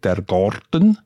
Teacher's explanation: Also wenn wir jetzt das Beispiel nehmen, das Wort «der Garten», oder, dann sagt das ein Zürcher, der, also übertreibe jetzt ein bisschen, «der Garten», oder, mit einem sehr dunklen «a» und dem gerollten «r»